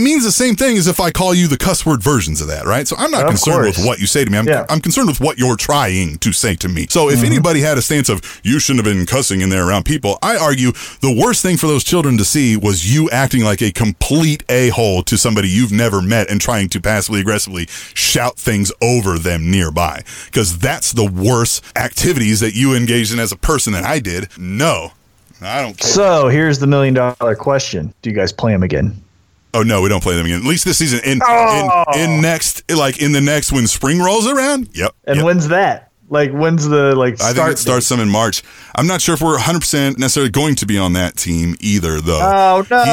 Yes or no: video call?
no